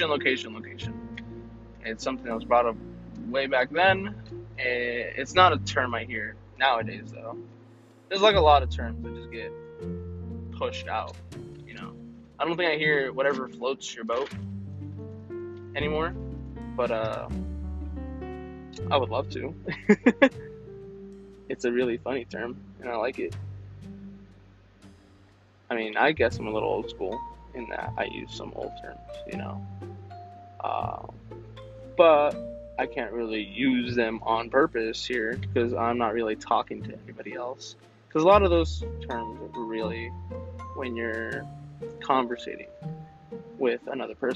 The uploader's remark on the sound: I test the audio potential of doing this podcast in my car.